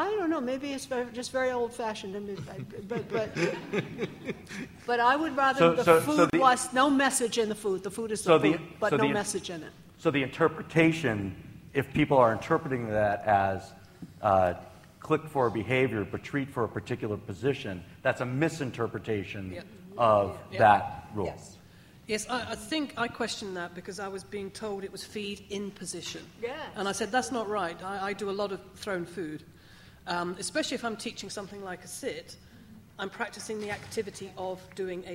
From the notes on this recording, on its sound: excerpt from the ClickerExpo 2010 panel discussion